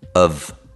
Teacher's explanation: se of è in mezzo a una frase, non c'è l'o, ma c'è il schwa